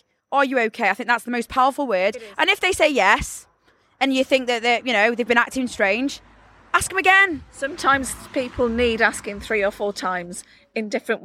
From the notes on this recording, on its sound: Sav Fest 2023. On the closing night of the festival, courtesy of half an umbrella keeping the rain off us...well as best as it could!